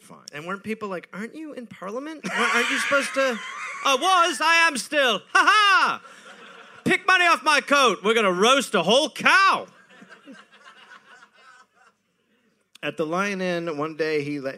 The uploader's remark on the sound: Recorded live in Birmingham.